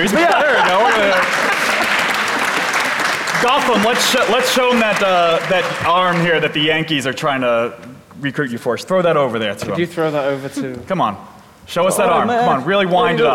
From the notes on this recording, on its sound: LIVE from Gophercon UK. LIVE from LondonGophers as part of GopherCon UK!